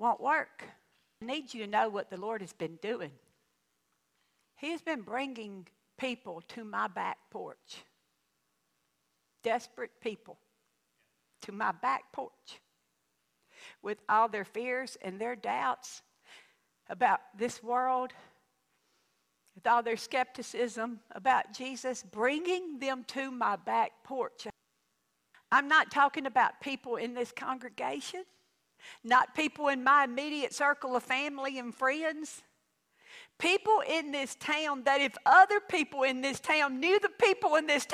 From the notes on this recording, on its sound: The podcast is a tutorial for living in our troubled times and it was recorded at my home church.